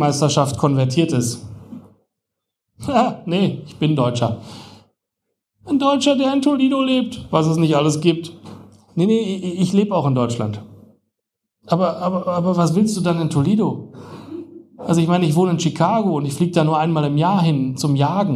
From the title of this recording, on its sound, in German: Livelesung